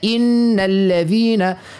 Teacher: فما نون مشدة نعملوا معها غنة